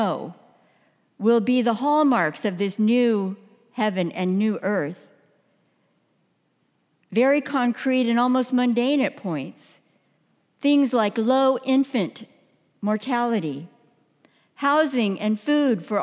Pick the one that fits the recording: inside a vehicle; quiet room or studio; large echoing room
large echoing room